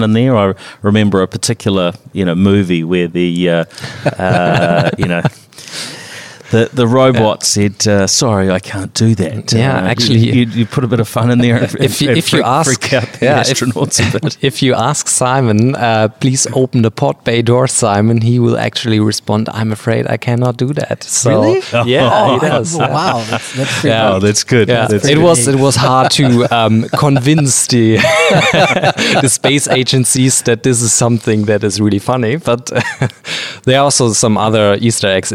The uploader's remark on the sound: Recorded in Sydney at Cloud Innovate Exchange.